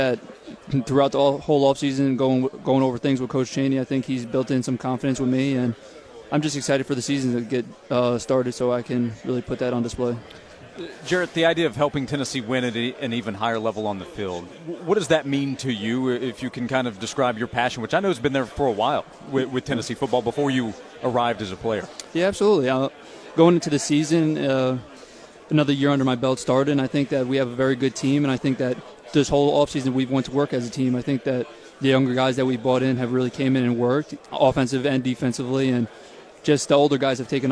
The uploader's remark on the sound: live from SEC Media Days in Hoover